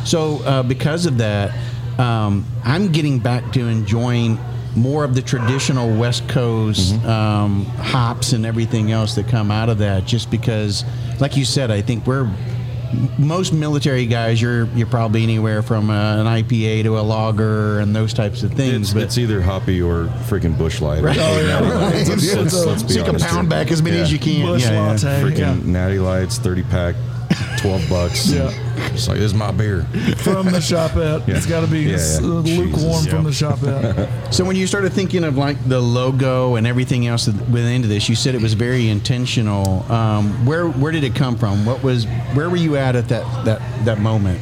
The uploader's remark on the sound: Taped at Line Creek Brewing Co., Fayetteville, GA